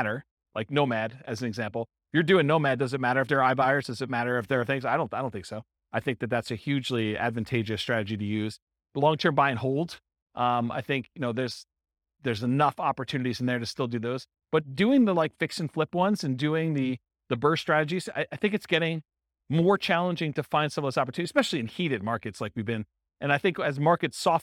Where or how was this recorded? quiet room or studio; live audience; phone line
live audience